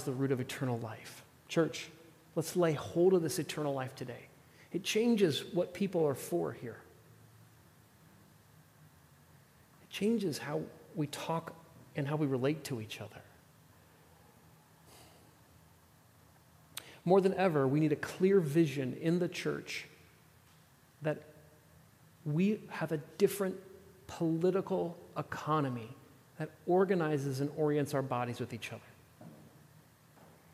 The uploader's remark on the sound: at The Table worship gathering on Sunday, July 16th, 2023.